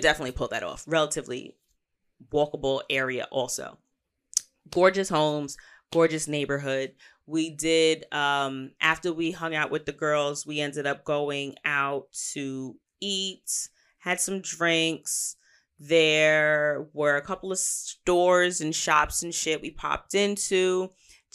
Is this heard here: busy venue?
no